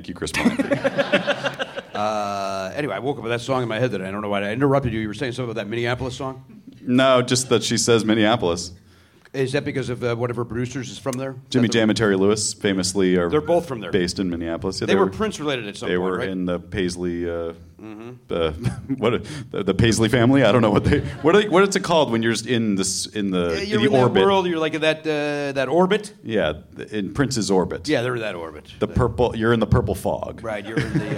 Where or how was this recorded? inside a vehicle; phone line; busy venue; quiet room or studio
busy venue